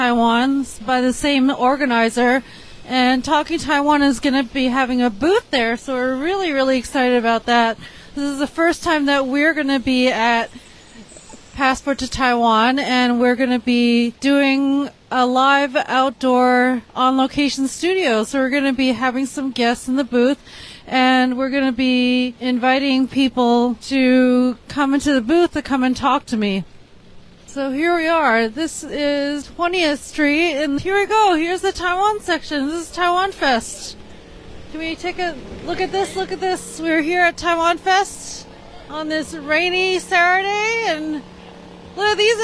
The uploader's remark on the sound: TaiwanFest NYC 2023: Talking Taiwan's Live Stream Coverage in the Rain. For this episode we tried out something different by livestreaming and talking to people on location.